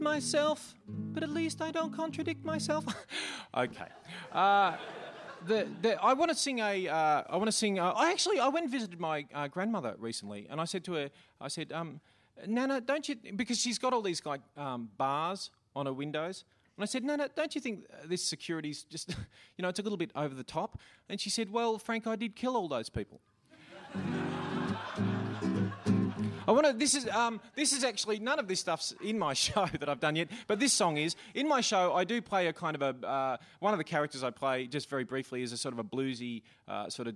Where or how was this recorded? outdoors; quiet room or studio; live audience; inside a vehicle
live audience